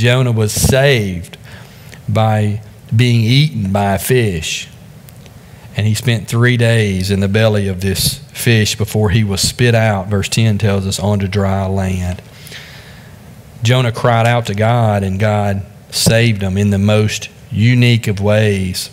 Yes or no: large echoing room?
yes